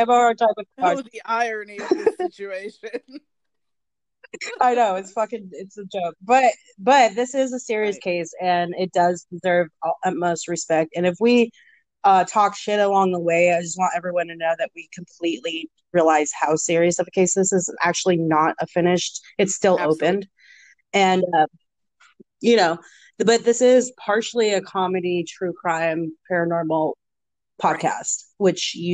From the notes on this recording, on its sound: Our audio is a bit rough with this one